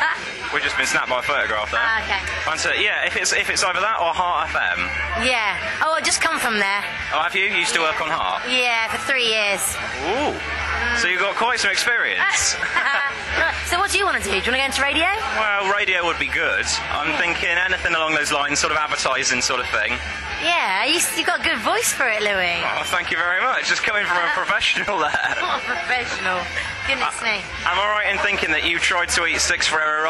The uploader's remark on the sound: I took my mic along to Battle of the Bands and got a few interviews for you this week!